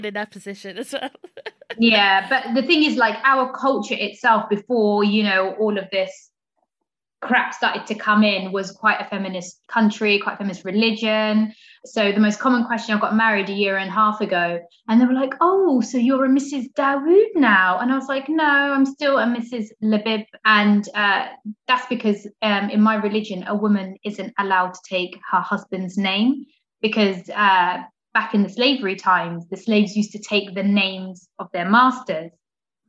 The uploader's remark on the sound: Recorded 7 July 2021 via Zoom